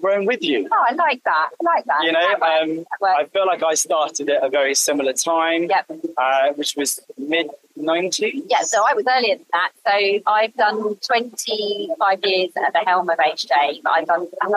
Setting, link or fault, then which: fault, poor sound quality